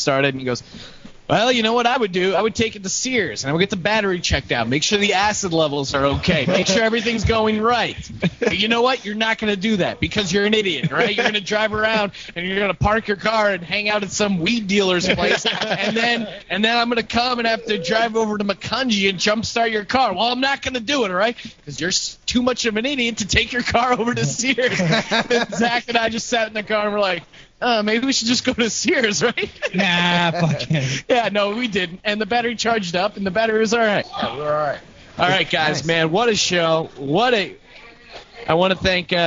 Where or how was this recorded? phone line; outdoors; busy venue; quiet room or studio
busy venue